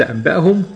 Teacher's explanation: قلب النون الساكنة والتنوين ميما ساكنة، لازم تكتب ميما ساكنة، مع إخفائها عند الباء بغنة مقدارها حركتين. · Term: الإقلاب